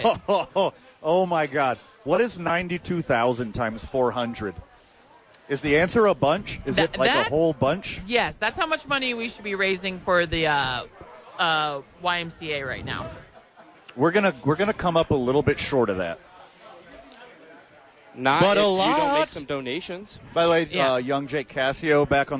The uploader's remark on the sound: live from Top Golf for YMCA Charity Event